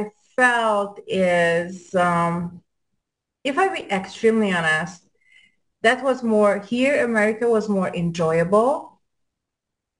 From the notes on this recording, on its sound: Zoom Show.